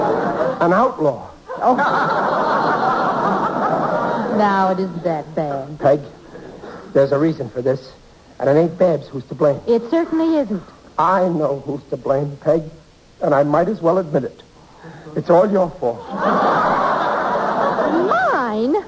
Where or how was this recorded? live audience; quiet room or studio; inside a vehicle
live audience